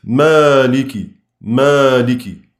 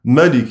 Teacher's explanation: إن قلنا إن مالك بالإثبات فتكون قراءة الباقين بالحذف، إن قلنا إن مالك بالمد يعني بإثبات حرف المد فتكون قراءة الباقين بإيه؟ بالقصر الذي هو حذف حرف المد